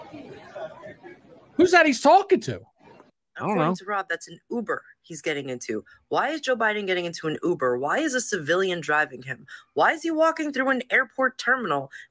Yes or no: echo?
no